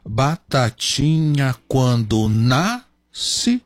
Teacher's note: a gente conta só até o na, que é a última tônica do verso, nós temos também 7 sílabas, e o resto do poeminha terá 7 sílabas em cada verso.